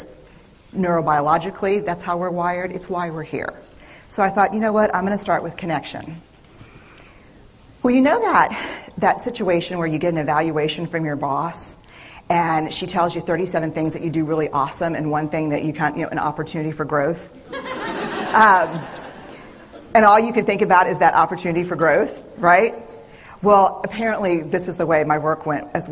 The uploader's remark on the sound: This is the audio of a TED talk. Night at Blazing Fire.